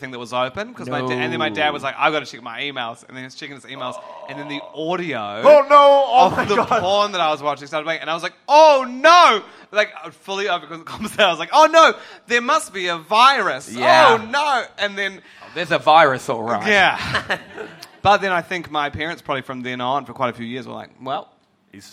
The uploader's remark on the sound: are live in Melbourne